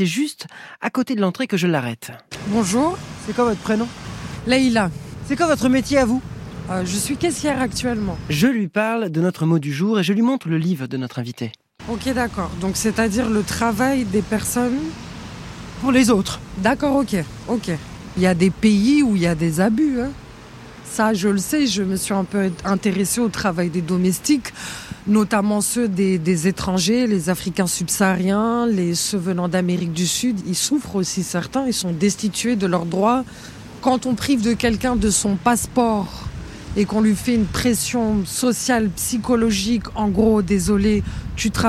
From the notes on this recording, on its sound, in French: Le micro-trottoir de ZoomZoomZen vous pose la question dans les rues du quartier Beaugrenelle à Paris